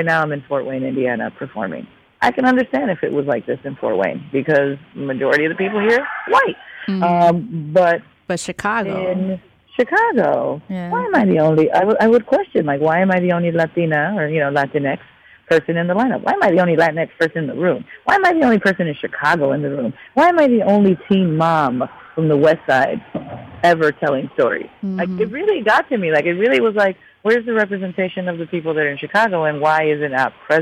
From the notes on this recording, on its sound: Phoned.